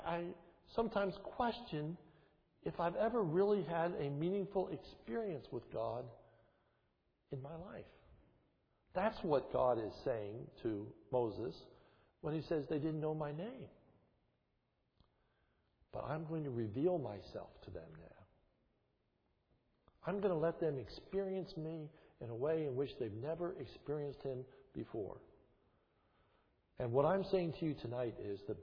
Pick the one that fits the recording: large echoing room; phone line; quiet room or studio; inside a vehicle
large echoing room